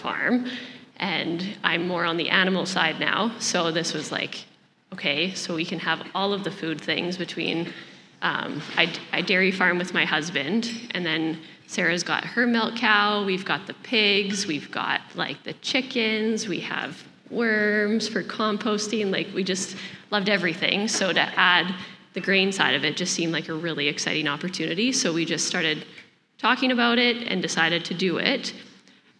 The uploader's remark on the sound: This is a special episode as we are sharing a live panel discussion put on by AWESOME at the Empowering Women’s Conference that took place at Canada’s Farm Show in Regina, SK.